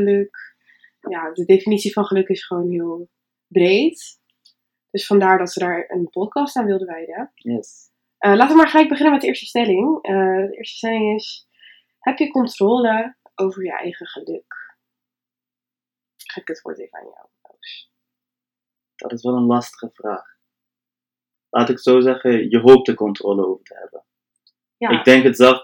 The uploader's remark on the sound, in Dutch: Het geluidskwaliteit is nog niet helemaal top